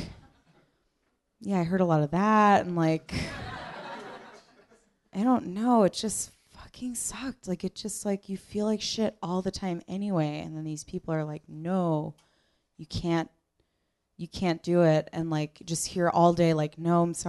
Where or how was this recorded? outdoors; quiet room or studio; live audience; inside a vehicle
live audience